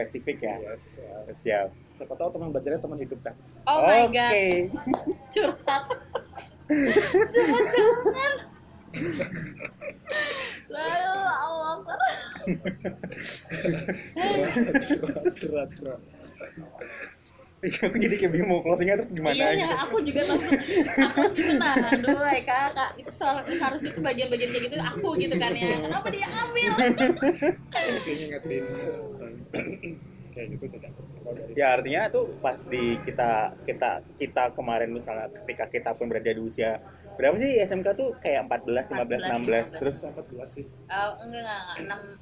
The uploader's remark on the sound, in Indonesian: Mohon maaf untuk materi podcast yang lebih bising dari biasanya, karena proses rekaman yang dilakukan di luar ruangan.